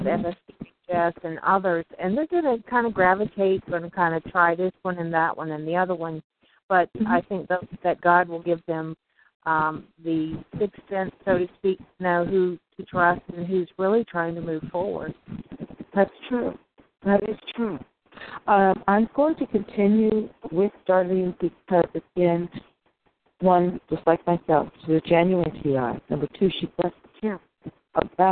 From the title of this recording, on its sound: FFCHS Saturday Conference Call